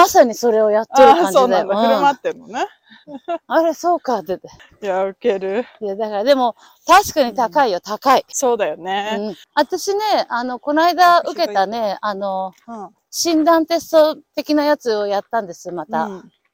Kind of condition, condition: setting, outdoors